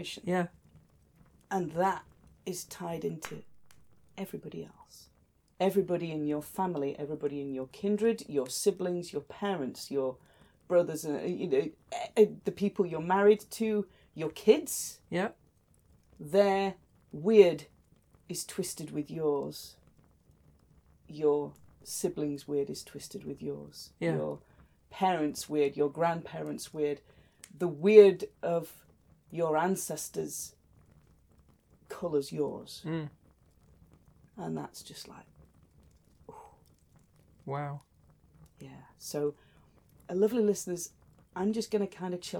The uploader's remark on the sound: Background fire ambience